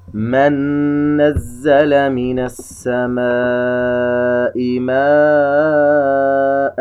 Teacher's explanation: نون ساكنة وجاء بعدها حرف النون، إذن إدغام بغنة، يغن بمقدار حركتين. طبعا النون الساكنة تذهب وتدخل في النون التي بعدها التي في كلمة نزل، فيصبح عندنا حرف النون مشدد